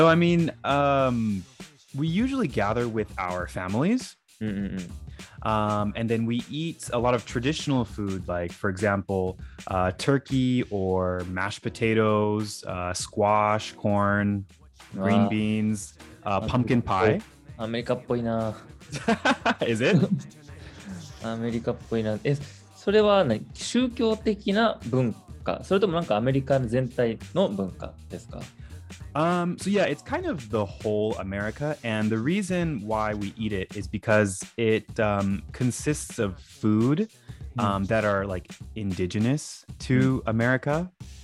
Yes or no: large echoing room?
no